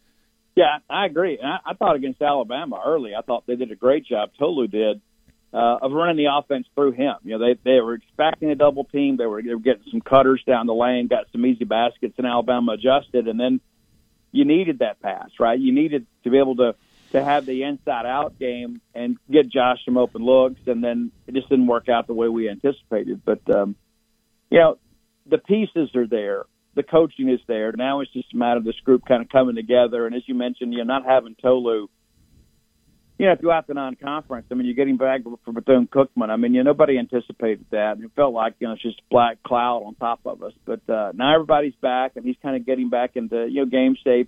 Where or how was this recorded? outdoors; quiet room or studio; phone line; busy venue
phone line